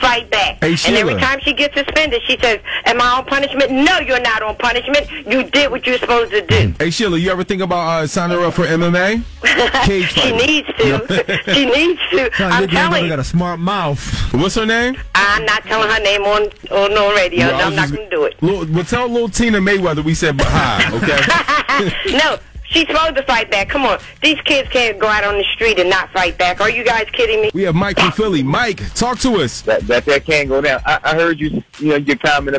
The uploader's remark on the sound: Some listeners called in to share their teaching methods.